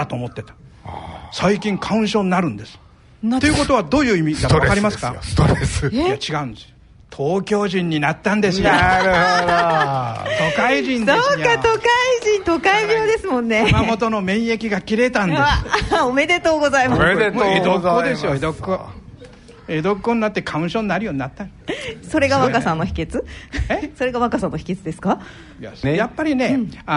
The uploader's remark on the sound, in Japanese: ラジオＮＩＫＫＥＩの新社屋がある虎ノ門琴平タワーにて開催された、ラジオＮＩＫＫＥＩ開局６０周年記念「マーケット・健康寄席」の模様をお送りします。この配信では、同公開録音の前半部分をお聞きいただきます。